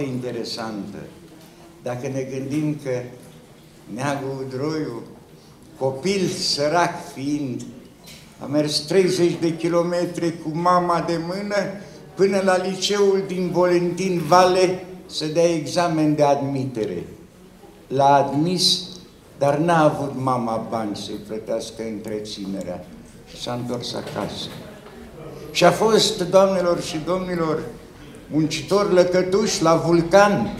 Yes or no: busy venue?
yes